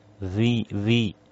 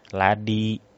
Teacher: Ini huruf zal, ladi ya. Jadi ada getarannya karena dia sifatnya jahr ya · Shown in: first take